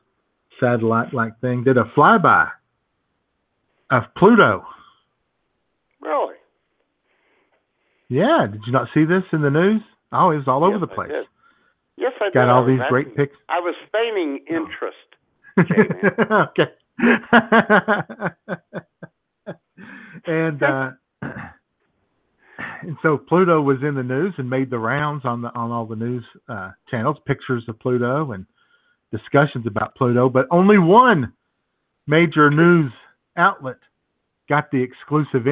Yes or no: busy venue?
no